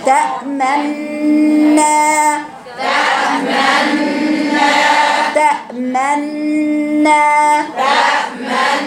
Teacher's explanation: تأمنا تأمنا فيها أصلها تأمنونا فيها ولذلك بنعمل فيها إشمام تأمنا تأمنا تأمنا تأمنا دي بتضم بعينة الغنة تأمنا تأمنا أصلها تأمنونا.